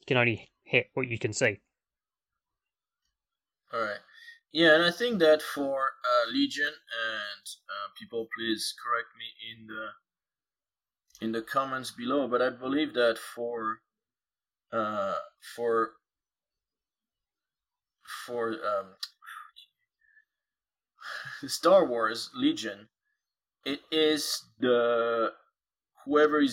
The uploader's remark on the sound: of course lots of technical issues